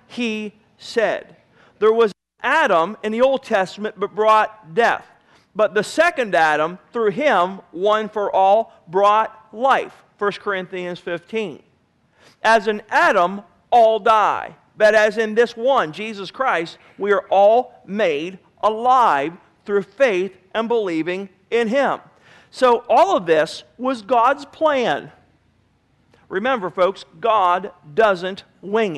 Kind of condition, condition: setting, large echoing room